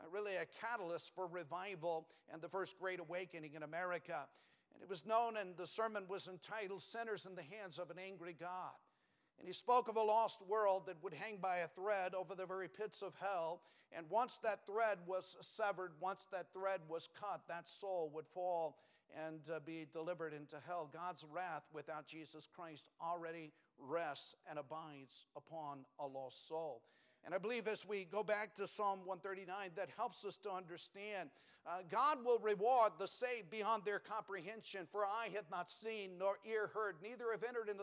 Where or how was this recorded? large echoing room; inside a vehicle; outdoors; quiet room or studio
large echoing room